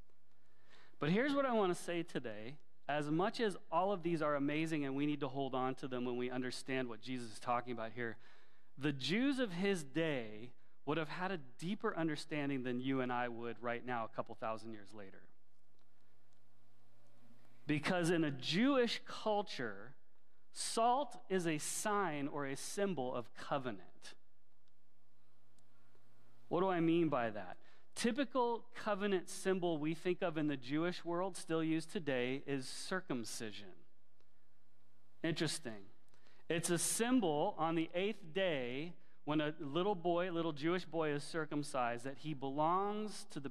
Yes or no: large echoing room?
yes